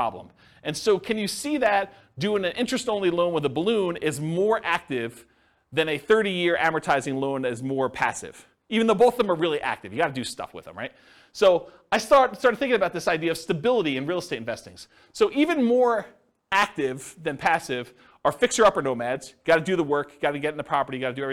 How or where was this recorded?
live audience